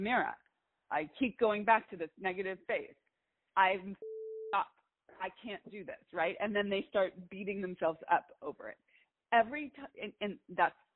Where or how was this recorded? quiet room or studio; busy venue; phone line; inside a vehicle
phone line